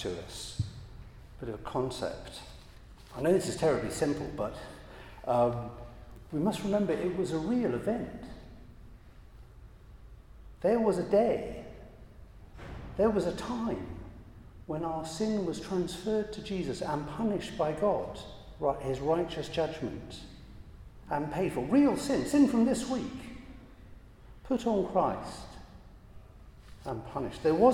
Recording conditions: large echoing room